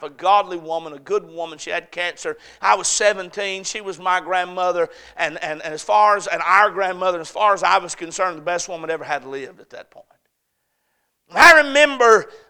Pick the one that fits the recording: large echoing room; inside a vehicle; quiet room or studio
large echoing room